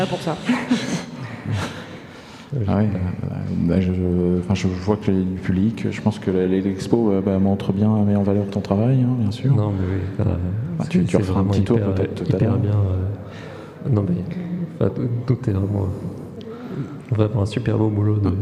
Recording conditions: busy venue